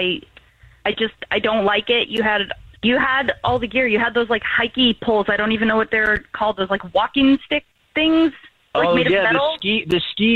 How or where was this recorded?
phone line